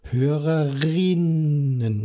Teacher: Da brauche ich den Glottisschlag nicht, weil für das I habe ich das R, Hörerinnen.